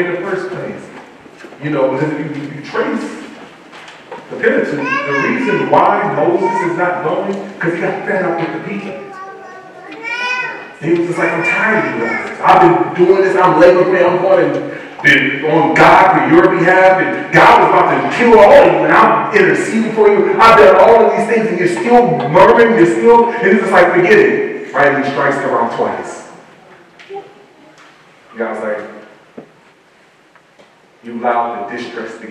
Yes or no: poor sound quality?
yes